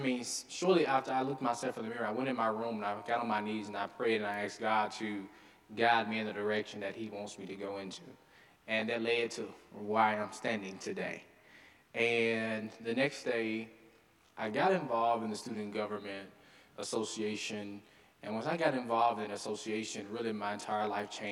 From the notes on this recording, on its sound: delivered the final winter term convocation at Carleton's Skinner Chapel